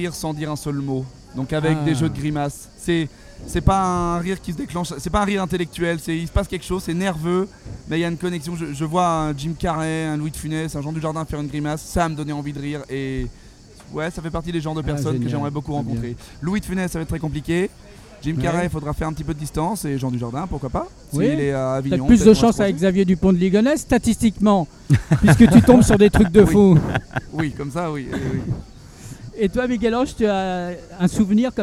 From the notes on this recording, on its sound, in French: En direct du Festival Off d'Avignon.